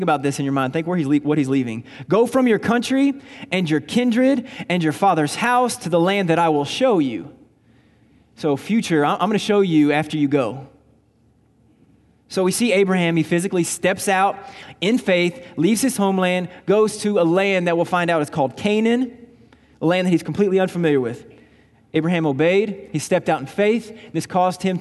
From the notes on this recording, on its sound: Recorded on May 19, 2019 at Graceland Baptist Church in New Albany, Indiana.